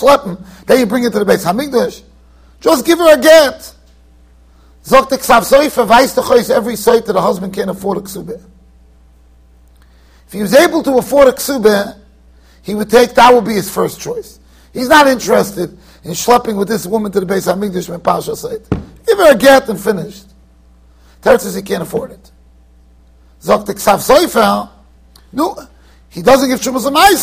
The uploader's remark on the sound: Shiur recorded in Yeshivas Ohr Reuven, Monsey NY.